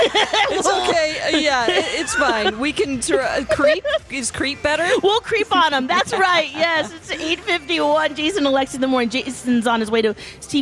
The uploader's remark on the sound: broadcast live from the AC Hotel for the Superbowl